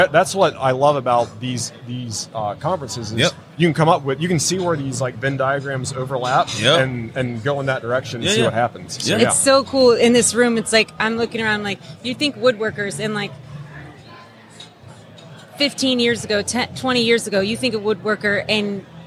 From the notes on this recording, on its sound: LIVE from WORKBENCHcon 2022